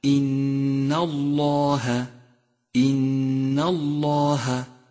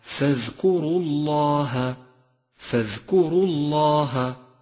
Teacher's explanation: جاء حرف اللام من لفظ الجلالة مفخما